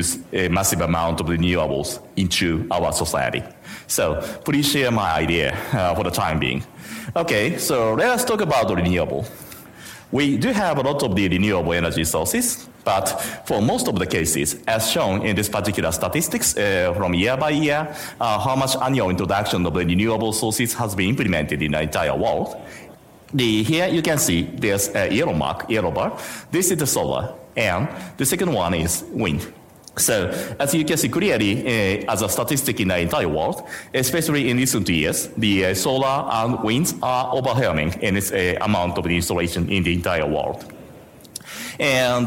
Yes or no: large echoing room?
yes